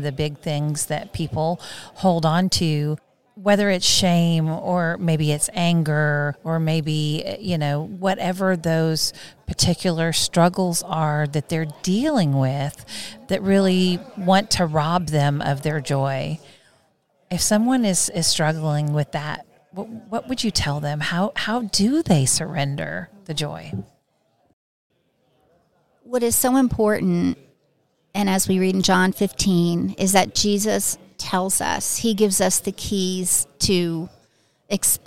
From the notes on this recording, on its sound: at the NRB conference